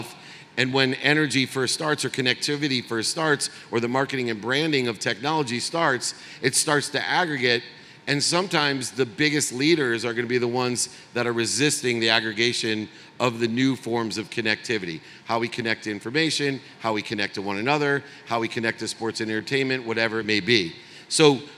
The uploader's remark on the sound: speaks at the AIBC Conference in Dubai